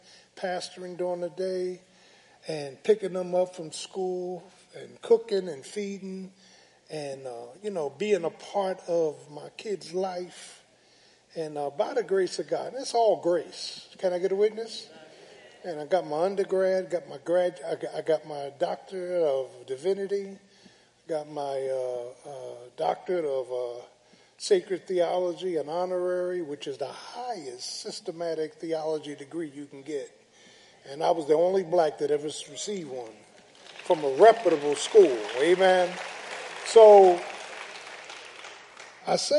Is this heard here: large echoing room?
yes